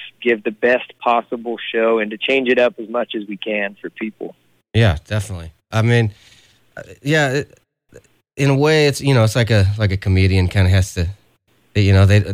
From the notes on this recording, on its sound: on the phone, from the road